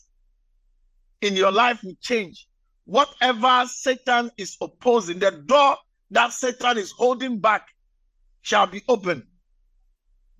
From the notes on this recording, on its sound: message preached at the Living Waters Cathedral